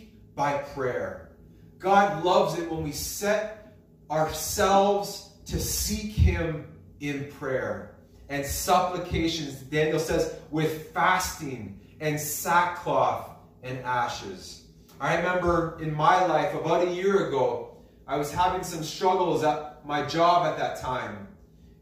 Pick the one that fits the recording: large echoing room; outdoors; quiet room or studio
large echoing room